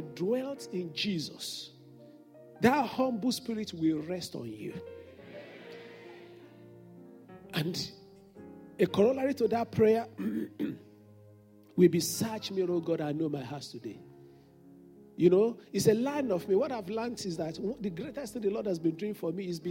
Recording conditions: large echoing room